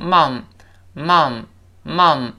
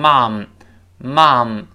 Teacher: 在英式英语中呢，这个妈，或者妈妈，我们一般叫 M UM，口型略小一点，都称 mom，mom，mom。呃，在美式英语中呢，用 M OM，口型略大一些